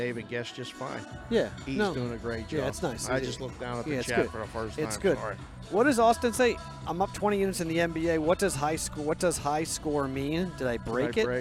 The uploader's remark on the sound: Live From Stadium Swim at Circa Las Vegas. Host a live show with the Brigade for the first time ever in Las Vegas.